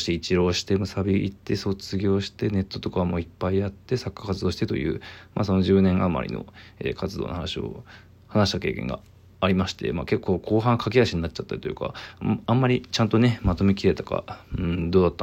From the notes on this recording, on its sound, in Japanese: ボイスメモです。